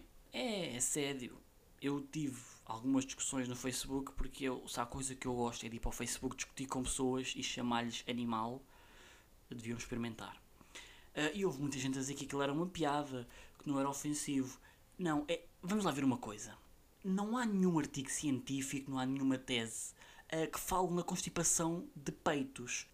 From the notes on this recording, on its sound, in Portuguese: NOTA IMPORTANTE: Eu sei que o som está baixo, mas era entre um som baixo e uma melhor qualidade ou um sou alto e ruídos, carros, aspiradores.